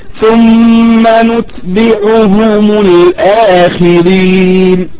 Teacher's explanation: المد في الألف مد بدل، طبعا عندنا في حفص البدل حركتين، البدل فقط حركتين، ثم نتبعهم الآخرين. · Term: مد البدل